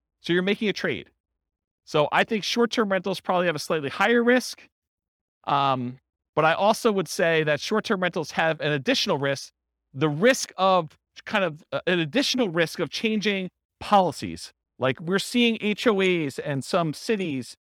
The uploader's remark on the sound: This was a live class recorded